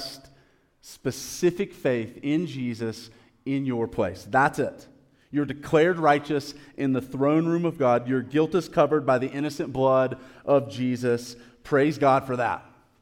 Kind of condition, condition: setting, large echoing room